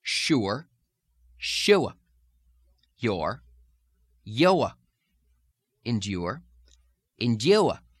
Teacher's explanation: Another one of the R drops that adds a schwa in its place is the oo sound